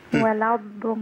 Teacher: الألف ده محذوف لالتقاء الساكنين